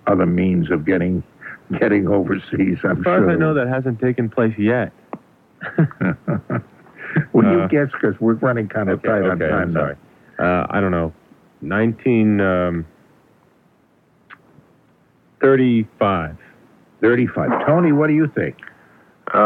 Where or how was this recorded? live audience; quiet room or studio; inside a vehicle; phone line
phone line